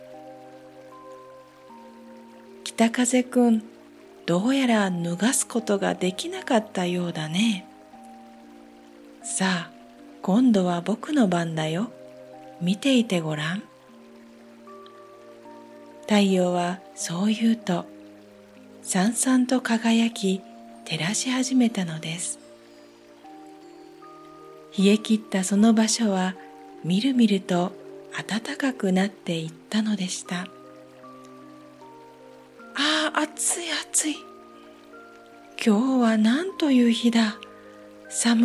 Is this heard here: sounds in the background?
yes